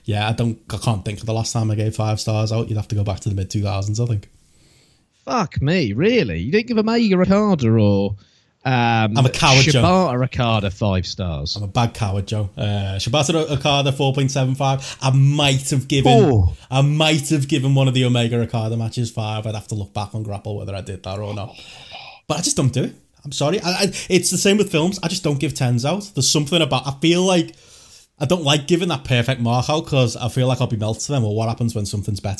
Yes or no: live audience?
no